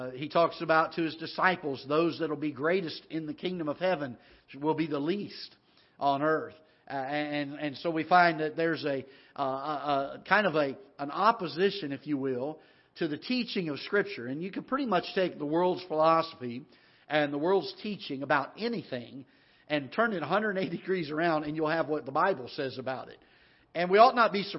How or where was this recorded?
large echoing room